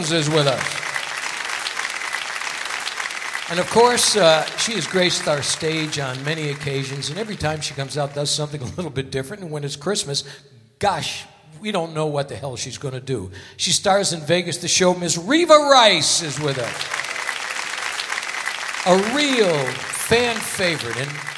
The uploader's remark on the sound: Live at the SouthPoint Casino